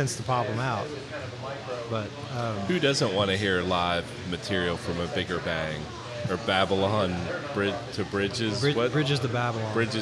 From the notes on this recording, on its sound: In this live episode recorded at White Squirel Brewery.